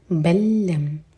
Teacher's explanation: دونوں لام مرج ہو رہے ہیں تو بل لم نہیں پڑھنا، ایک لام پڑھا جائے گا اسٹرانگ